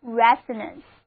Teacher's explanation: 重音放在第一个音节上， O 字母发作 a